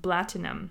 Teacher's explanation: in an Arabic accent, you, instead of saying platinum, you say the P, you pronounce it with a B